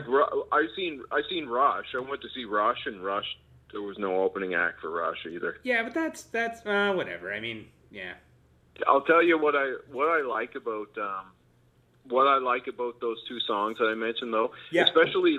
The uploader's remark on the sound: Things go way off the rails as 2 Nova Scotians who haven't talked on the phone in a while just start giv'n er.